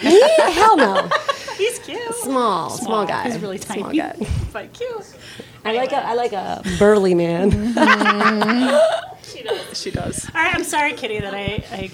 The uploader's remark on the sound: Host their first show before a live audience. Brave audience members get time with the microphone to share their stories.